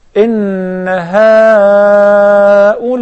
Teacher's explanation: In Tajweed, we write it as a short alif, but it is a long alif maddiya with two counts.